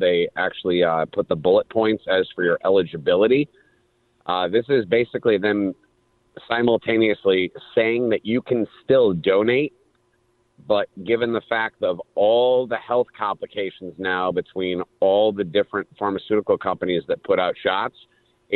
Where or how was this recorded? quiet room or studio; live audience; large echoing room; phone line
phone line